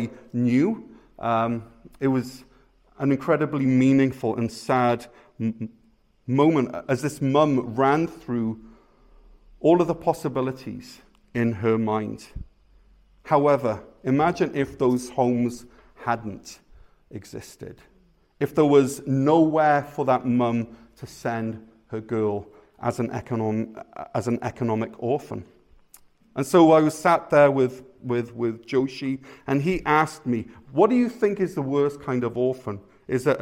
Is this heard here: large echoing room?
yes